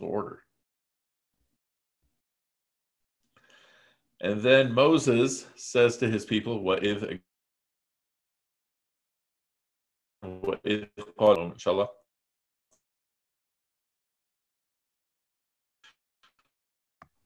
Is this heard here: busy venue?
no